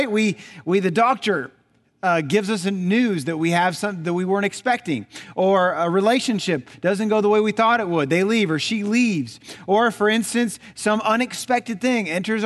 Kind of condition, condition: setting, large echoing room